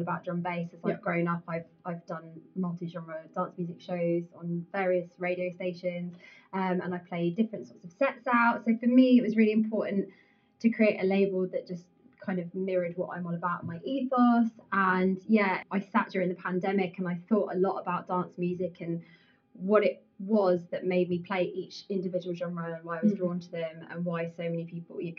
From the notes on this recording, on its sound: At The Ministry in partnership with Moving The Needle and Getahead ! We had some technical difficulties with recording this episode.